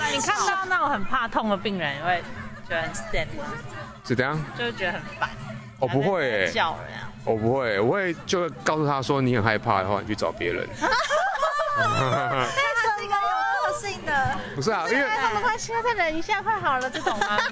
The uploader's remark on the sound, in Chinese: 本集在戶外錄音